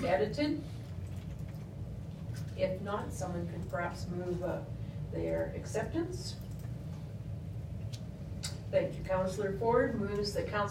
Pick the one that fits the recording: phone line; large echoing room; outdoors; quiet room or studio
large echoing room